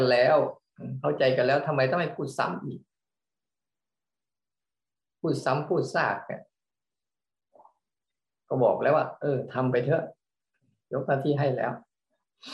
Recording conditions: video call